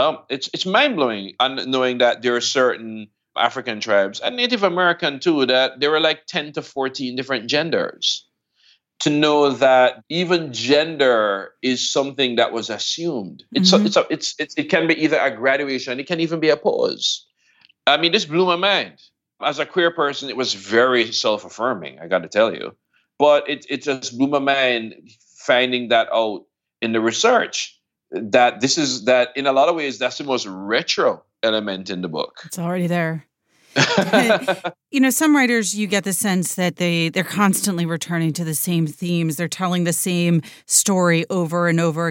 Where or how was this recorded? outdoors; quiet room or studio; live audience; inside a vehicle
quiet room or studio